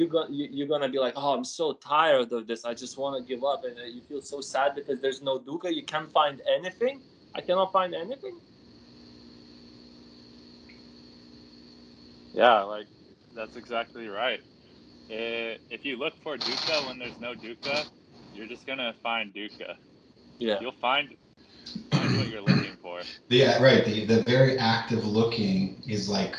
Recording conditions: video call